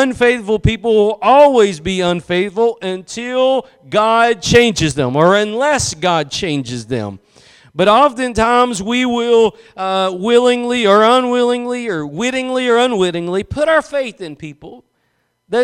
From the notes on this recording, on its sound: Preached at Gospel Lighthouse in Bossier City, La.